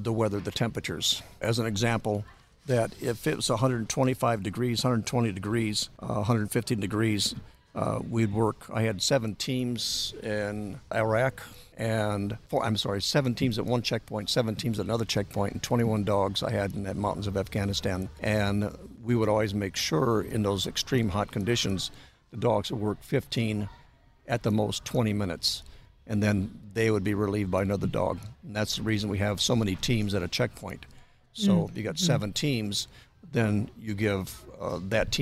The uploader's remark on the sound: Recorded at Wheelers Western Outfitters